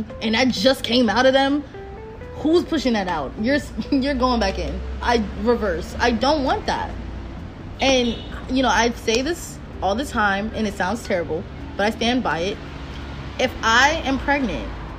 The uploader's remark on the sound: sorry about the background noise we were outside